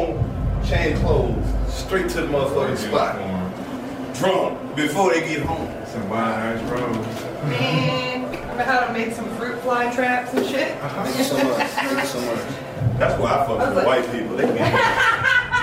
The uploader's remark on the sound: Recorded live at the Taft Theater. They said Cincinnati would be nasty!